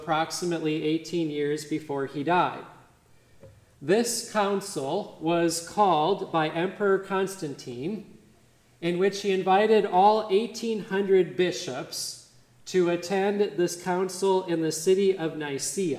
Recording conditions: large echoing room